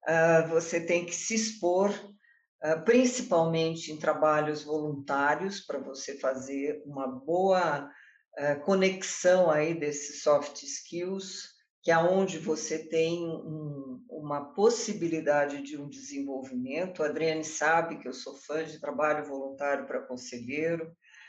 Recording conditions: video call